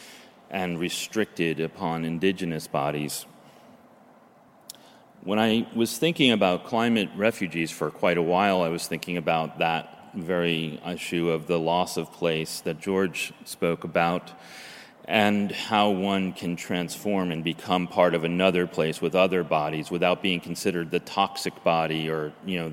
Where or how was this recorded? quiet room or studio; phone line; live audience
live audience